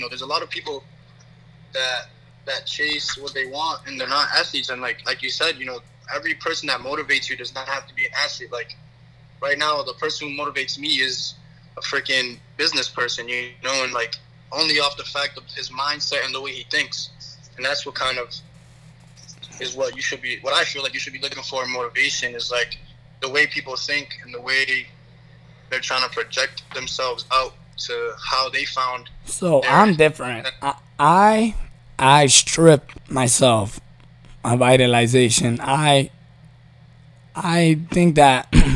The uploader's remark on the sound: Phone call